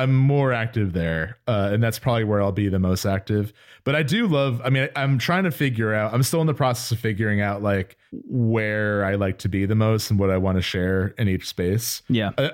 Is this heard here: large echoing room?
no